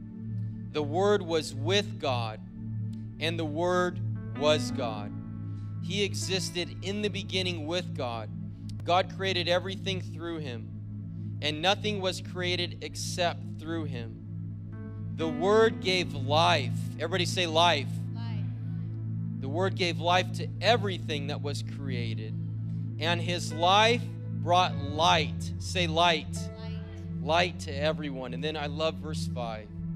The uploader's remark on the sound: was preached on December 24th at the 4PM service